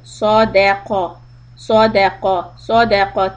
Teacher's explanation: Sad and qaf are heavy, dal is light in the middle.